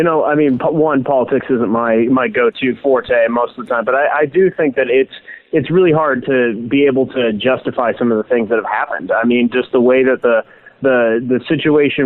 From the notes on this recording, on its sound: What happens when you cross a local radio host, with two dynamic phone calls (that are radio hosts themselves)?